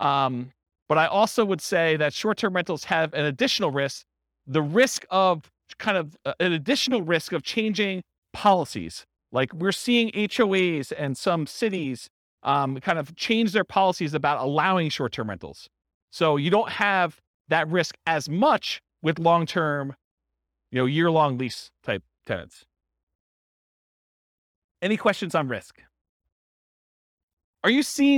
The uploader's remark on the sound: This was a live class recorded